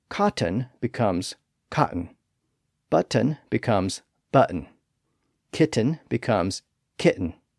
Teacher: some English dialects will drop the T sound altogether in the middle of a word where it comes before a sound like un or en or on.